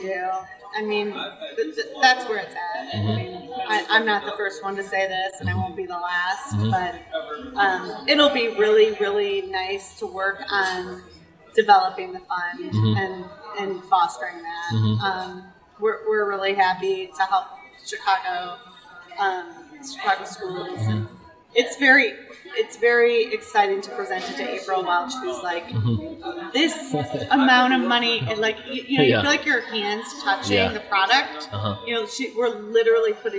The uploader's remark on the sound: Live From EsportsNext